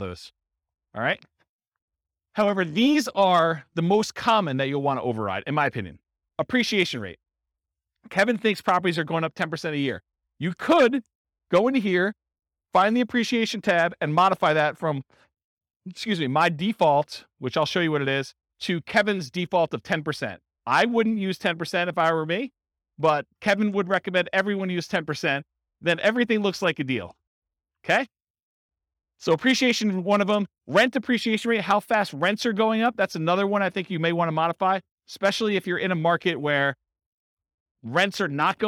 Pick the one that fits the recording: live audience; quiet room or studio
live audience